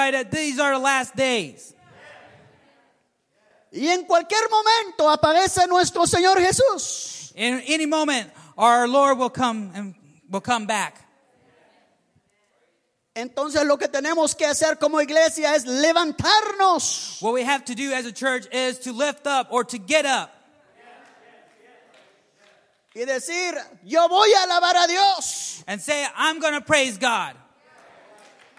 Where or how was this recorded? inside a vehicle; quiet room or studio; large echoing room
large echoing room